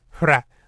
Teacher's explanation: In the word from, which is in Norwegian fra, the R is kind of trilled.